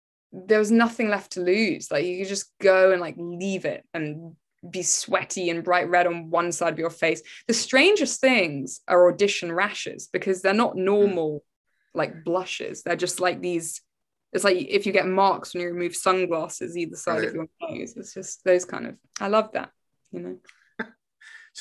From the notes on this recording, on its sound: Shot via Zoom